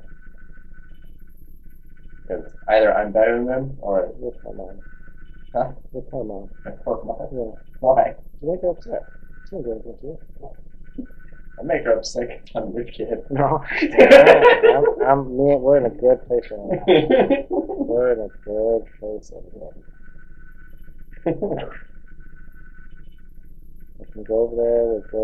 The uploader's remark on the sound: Sorry for the Audio.